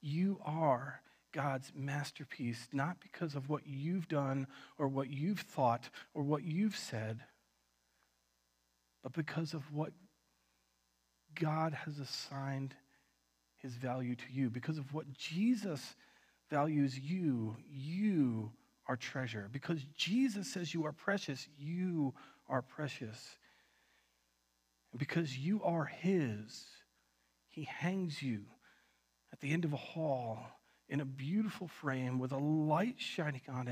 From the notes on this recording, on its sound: Recorded on October 25th, 2020 at Word of Life Church in Le Sueur, MN.